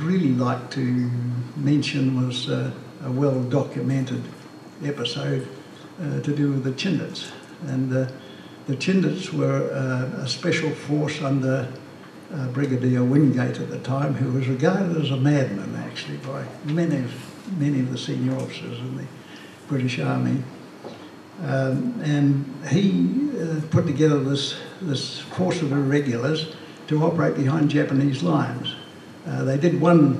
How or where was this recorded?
live audience